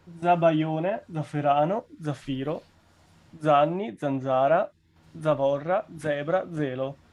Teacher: ecco un elenco di parole che cominciano invece con la Z sonora